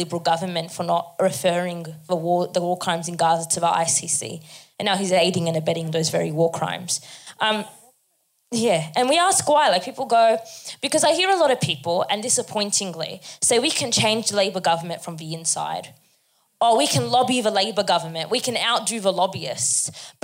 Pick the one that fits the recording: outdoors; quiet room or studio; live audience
live audience